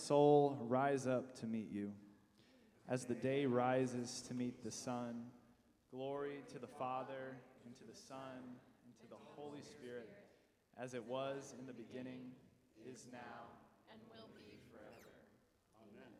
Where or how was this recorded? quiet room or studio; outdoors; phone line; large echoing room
large echoing room